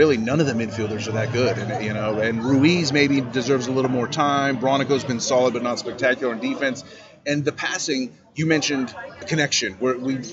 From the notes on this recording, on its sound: first time at Birdsong Tap House in NoDa